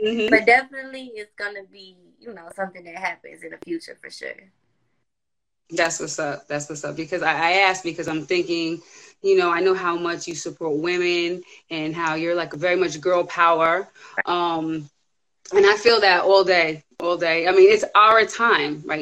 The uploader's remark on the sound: special Instagram Live #WFH edition